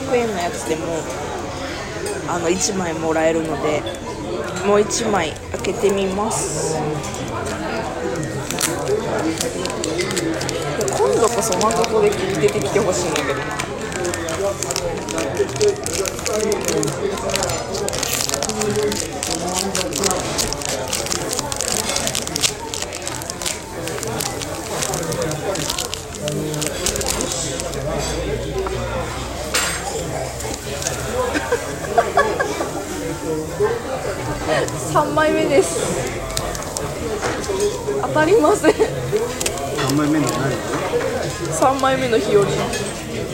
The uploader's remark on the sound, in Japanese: 雑音がいつにも増して多めでわかりにくい音声で申し訳ありません